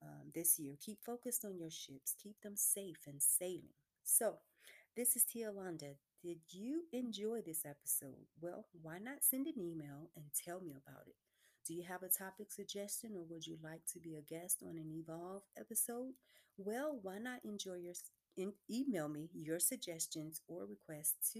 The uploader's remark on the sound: This recording may require headphones due to low recording session